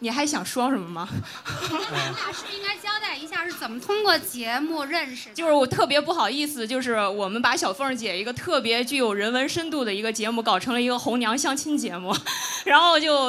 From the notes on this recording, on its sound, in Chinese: 音乐会实况。这是2018年1月6号夜晚的班卓音乐酒吧。现场气氛堪称炸裂、完美。